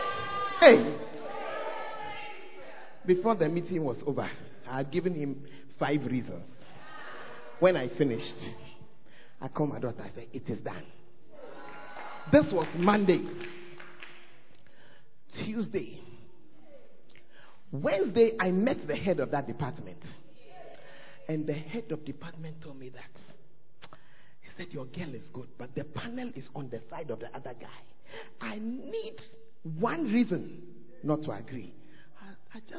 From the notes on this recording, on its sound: Preached At The First Love Center, Ayeduase